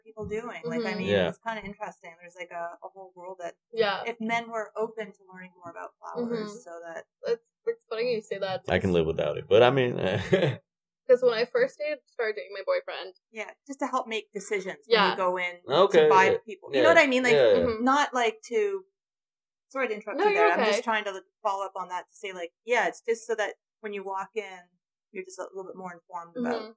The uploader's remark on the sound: This was our first audio-only recording. You'll have to excuse the "beginner" audio quality.